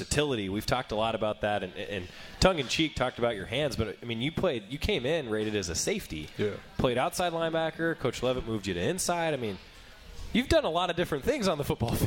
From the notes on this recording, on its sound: live at The Cooler